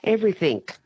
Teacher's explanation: They always put a K on the end. It's a G.